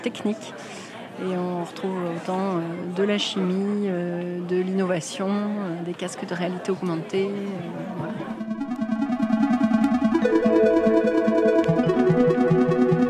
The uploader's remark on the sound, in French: Un reportage en itinérance durant le festival des Sciences et de l'Innovation. À la rencontre des festivalier·es et des chercheur·es.